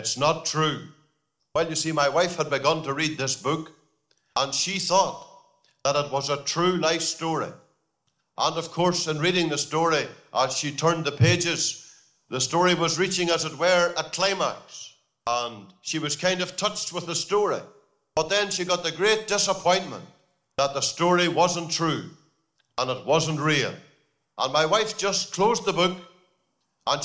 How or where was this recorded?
large echoing room